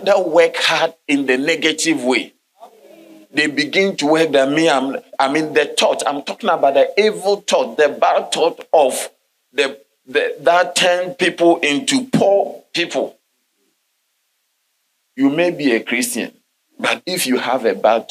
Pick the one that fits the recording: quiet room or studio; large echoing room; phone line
large echoing room